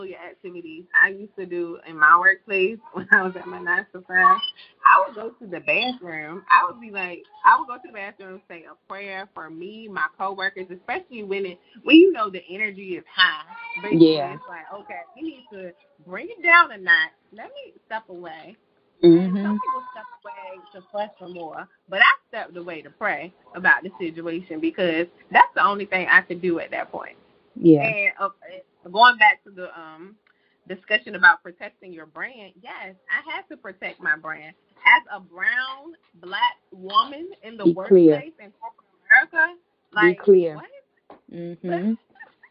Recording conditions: sounds in the background